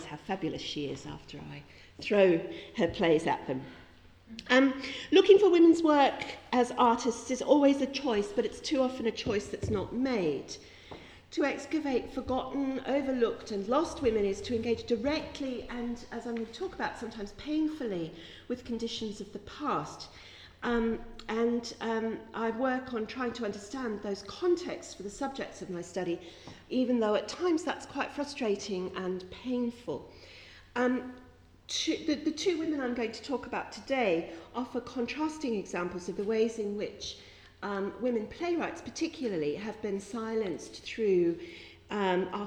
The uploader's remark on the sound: This podcast is one of ten podcasts recorded at the 'Silence in the Archives' conference hosted by the Oxford Centre of Life-Writing at Wolfson College, Oxford on 7 November 2015.